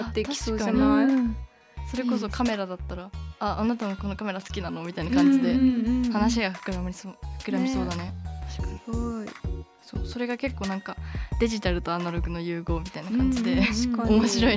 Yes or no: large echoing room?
no